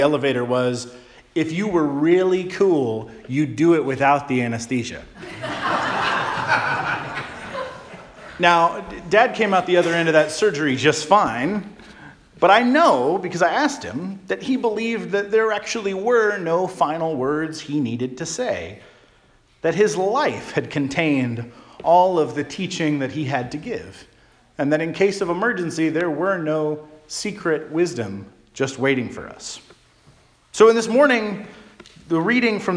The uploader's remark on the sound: Charles Anglican Cathedral, Bremerton, WA.